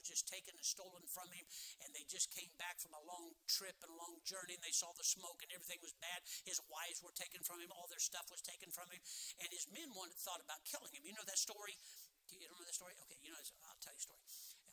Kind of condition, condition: setting, large echoing room